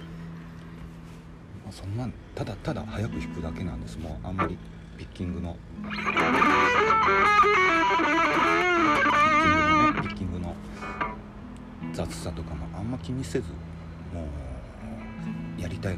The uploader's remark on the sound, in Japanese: テスト録音のつもりでちょっと環境音が入っちゃってます